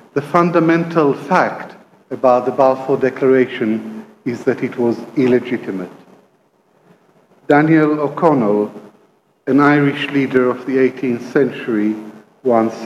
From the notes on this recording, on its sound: 'The British Legacy in Palestine: Balfour and Beyond' conference held at the Palestinian National Theatre on 2 November 2017. This was a joint event from the Kenyon Institute and the Educational Bookshop, and supported by the British Council Palestine.